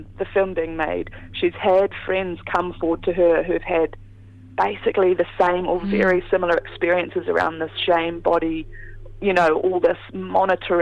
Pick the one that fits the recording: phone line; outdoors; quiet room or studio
phone line